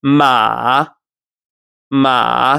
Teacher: the third tone is described as a tone that drops and raises up a little bit at the end